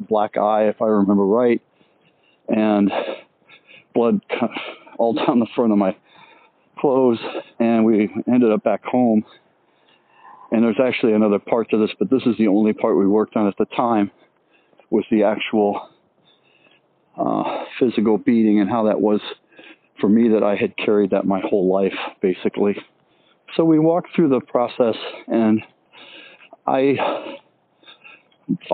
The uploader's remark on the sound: Let's take a walk and talk